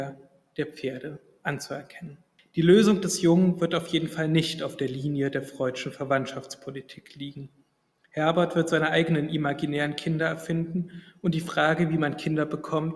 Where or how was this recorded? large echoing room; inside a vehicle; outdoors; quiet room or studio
large echoing room